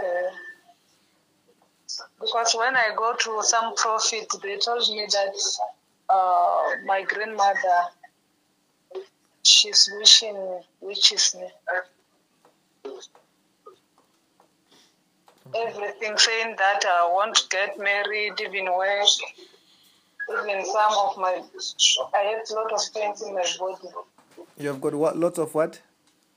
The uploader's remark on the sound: healing over the phone